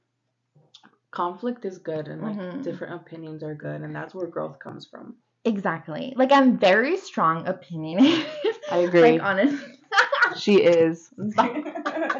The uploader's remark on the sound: Apologies for the rough audio, we’re still trying different techniques out.